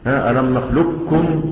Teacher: ألم نخلقكم، وهذا هو المقدم والراجح واختيار ابن الجزري. ذهاب صفة القاف وتصبح كافا واحدة مشددة